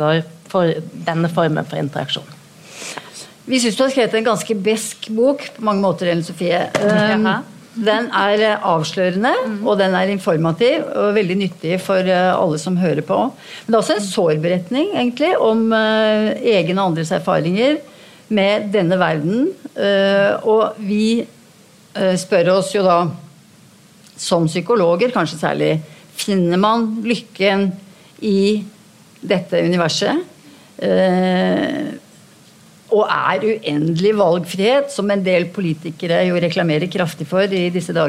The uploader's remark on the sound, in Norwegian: live på Ingensteds i Oslo